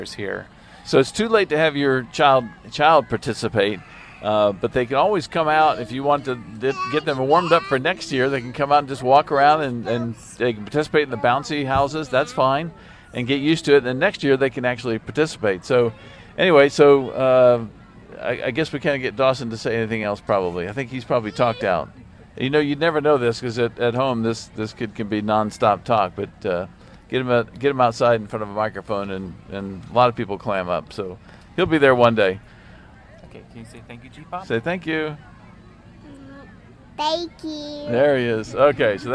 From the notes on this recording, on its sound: Live at the Miracle Hill Kids Ninja Challenge.